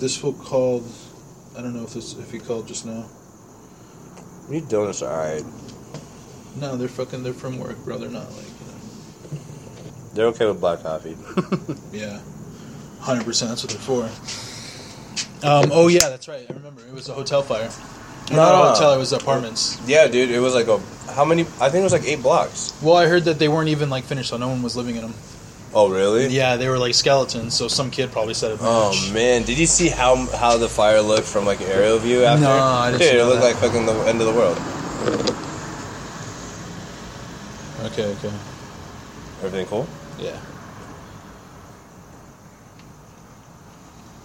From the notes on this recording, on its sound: jump in the car and get lost again